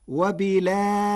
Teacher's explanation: قرأ ورش كلمة وبالآخرة بنقل حركة الهمزة إلى الساكن قبلها وحذفها، وتوسط البدل مع ترقيق الراء فتصير وبالآخرة.